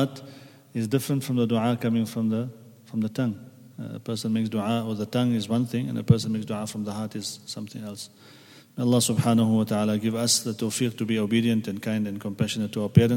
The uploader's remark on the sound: At the Houghton Masjid (West Street).